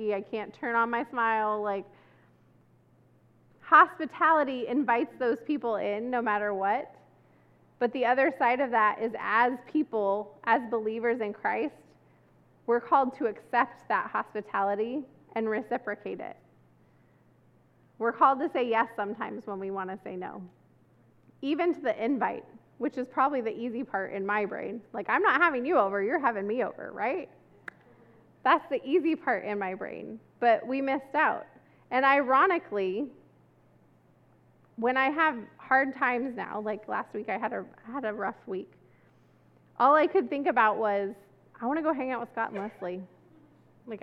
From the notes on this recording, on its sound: This service was recorded on Sunday, September 11